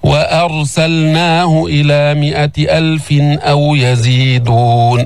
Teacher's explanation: فخم الراء وما تفخم الهمزة